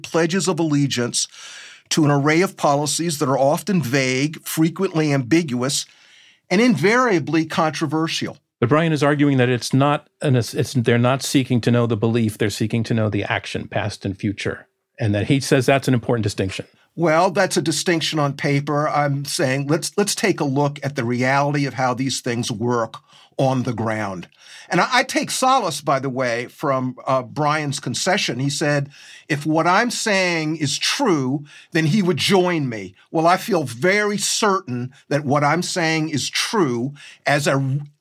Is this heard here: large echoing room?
no